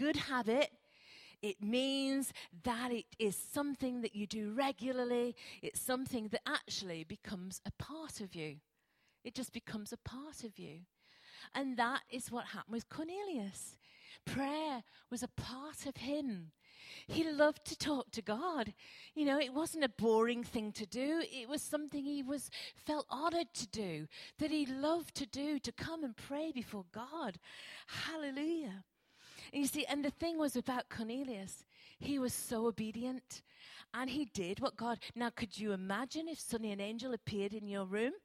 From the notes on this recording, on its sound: Recorded at freedomcentre church, Preston